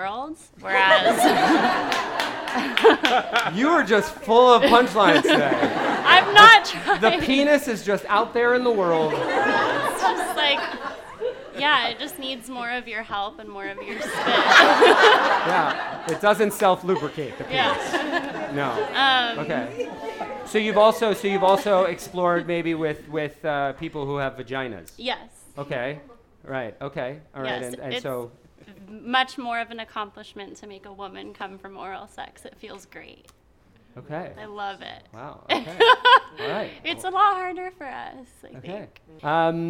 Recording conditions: live audience